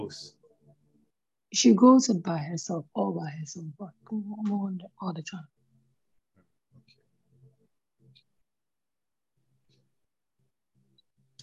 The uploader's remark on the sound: Zoom meeting